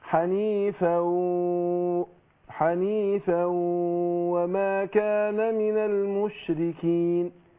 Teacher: لان ده اضغام بغنة، مقدار الغنة حركتين